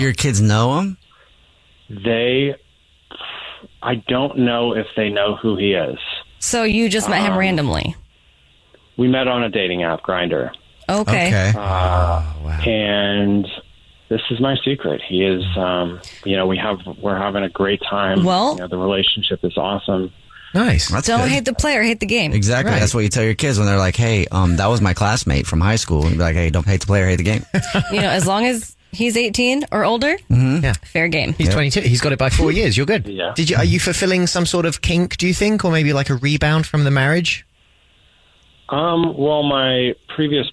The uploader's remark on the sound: The guy on the phone